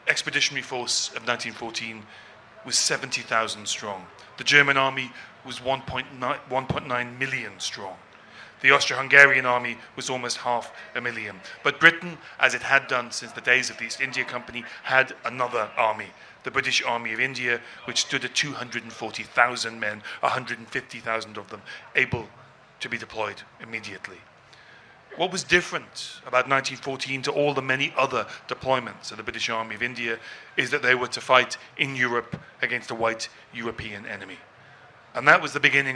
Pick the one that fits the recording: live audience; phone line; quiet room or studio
live audience